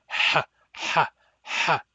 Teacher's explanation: The difference is that it's not aspirant, whereas the back H involves a loud hissing through the pharynx